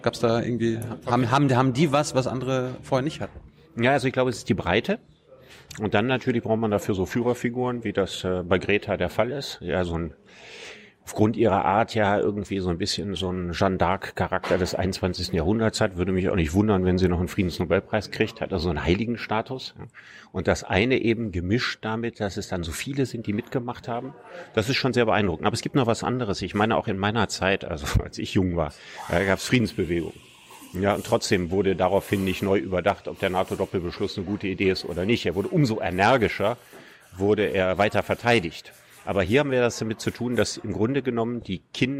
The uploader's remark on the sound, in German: Juli in der Berliner Buchhandlung "Ocelot" aufgezeichnet.